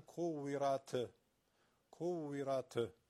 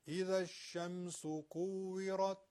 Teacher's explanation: کویرات ت اینجا الان تو این سوره خیلی تکرار میشه، آخر آیات این حرف تای ساکن خیلی تکرار خواهد شد، حتما دقت بکنید قلقله نگیره، مثلا کویرات کویرات نه، بلکه فقط یه صدای خشکی از حرف تا که میگن صدای همس داره، نه جهر · Shown in: second take · فقط صدای خشکی باید به گوش شنونده برسه، حقشه، افراط نباید بکنیم.